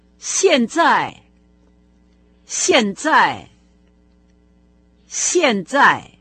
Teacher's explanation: А сейчас это «сянцзай», также два четвертых тона.